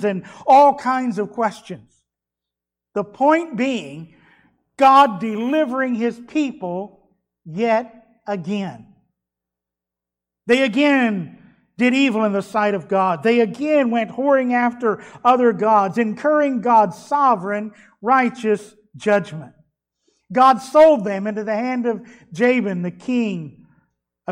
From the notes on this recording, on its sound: Was delivered at Trinity Baptist Church on Sunday morning.